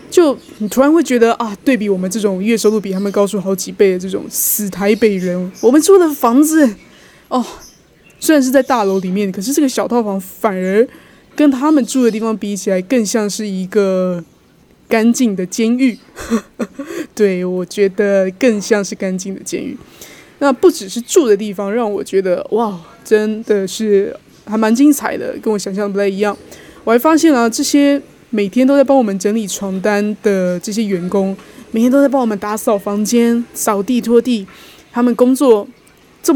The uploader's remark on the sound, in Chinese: 第一次嘗試戶外錄音，才剛講完峇里島雨季很猖狂，果然一錄就給我下雨。現在也想在這裡用戶外錄音的方式真實呈現給你們看。